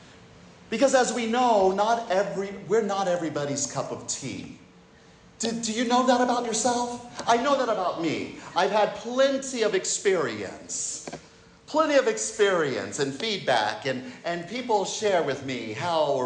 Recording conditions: large echoing room